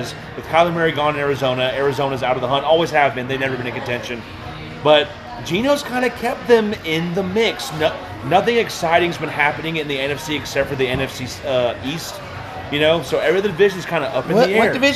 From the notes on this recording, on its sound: Live at Macados